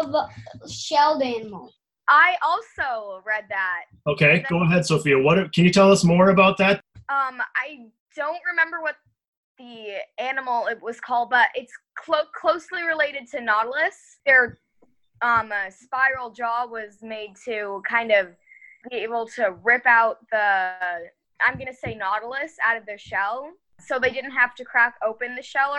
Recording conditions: video call